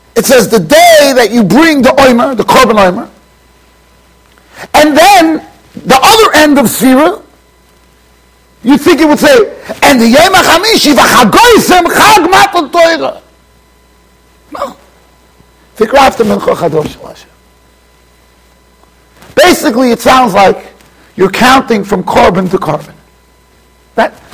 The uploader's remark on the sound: Shiur recorded in Yeshivas Ohr Reuven, Monsey NY.